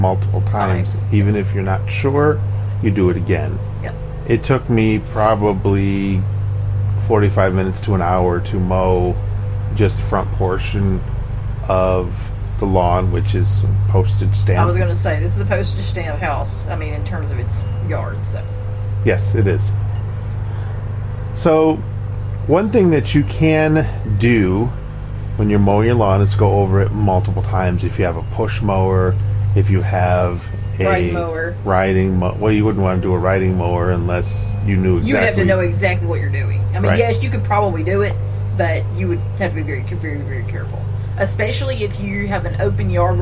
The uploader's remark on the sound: take the recorder outside for the New York Front porch edition